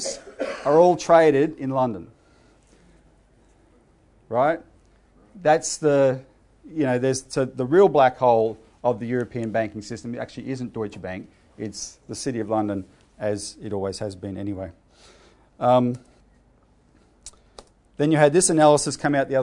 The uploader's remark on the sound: given at the CEC's Activist Conference, 26 February 2017